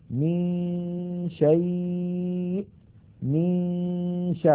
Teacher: من الميم ننتقل إلى مخرج الشين وننطق غنة من الخيشوم فإذا انتهى زمن تلك الغنة نطقنا الشين